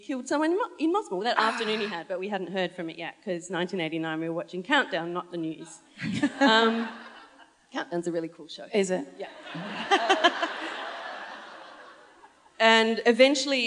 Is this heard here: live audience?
yes